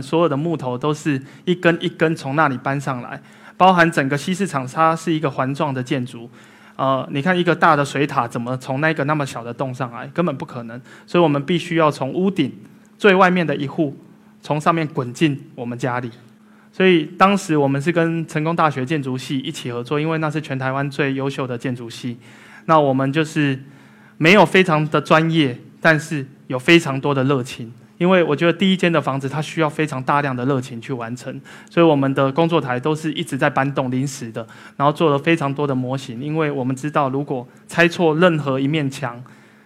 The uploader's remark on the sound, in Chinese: 一席现场